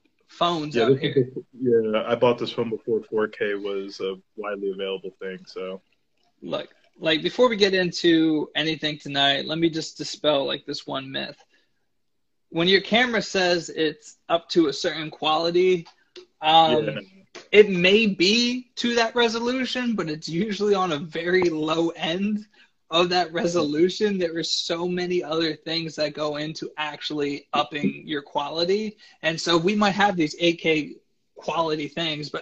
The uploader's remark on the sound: Instagram Live